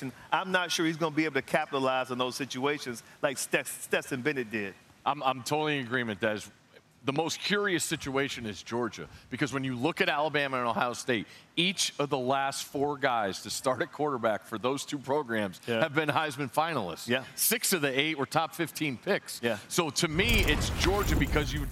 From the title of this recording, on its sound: Live from Charlotte